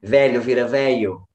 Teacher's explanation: uma das modificações fonéticas mais comuns, não só no português, mas nas línguas em geral, é trocar o lhe por ie